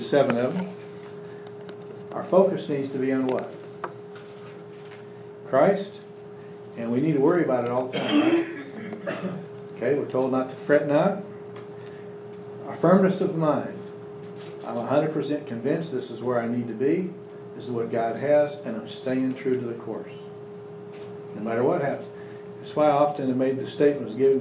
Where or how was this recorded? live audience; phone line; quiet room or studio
live audience